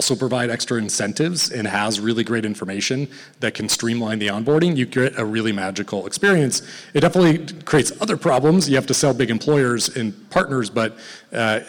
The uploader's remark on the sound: This recording is from Fintech Nexus USA held at the Javits Center in New York City on May 10-11, 2023. From the Financial Health and Inclusion track.